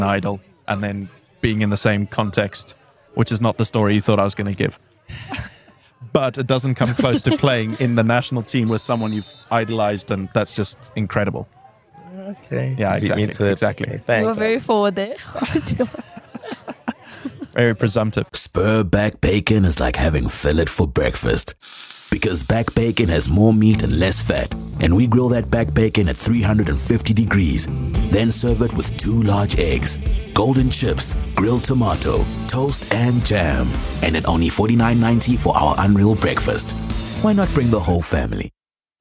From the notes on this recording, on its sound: We were at the 2023 Standard Bank St Mary's Festival